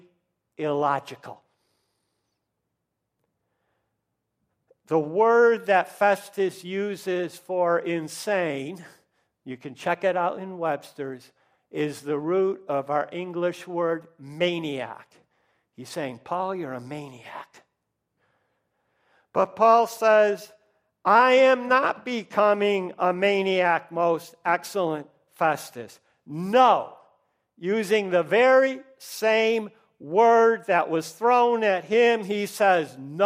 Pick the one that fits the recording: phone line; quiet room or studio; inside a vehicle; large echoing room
large echoing room